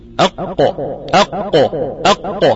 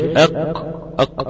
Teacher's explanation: القاف عميقه شويه عن القاف اللي احنا بننطقها · Shown in: first take · ما هياش اق اق. · Term: حرف القاف